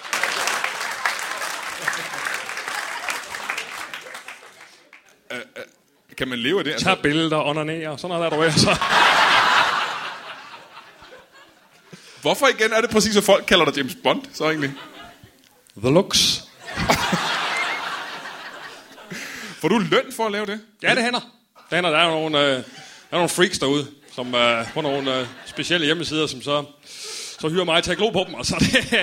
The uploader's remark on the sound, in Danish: LIVE fra Fermaten i Herning